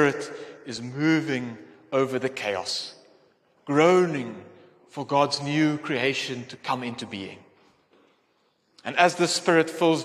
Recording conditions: large echoing room